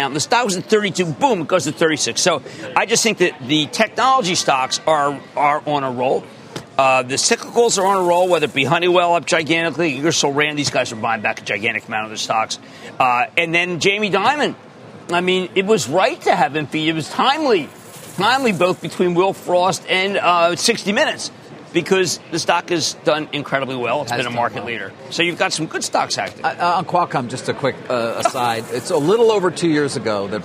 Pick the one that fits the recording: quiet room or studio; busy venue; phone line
busy venue